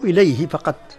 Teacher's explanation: هاء الضمير في إليه ليس فيها مد. لا نقول إليه، نقول إليه فقط.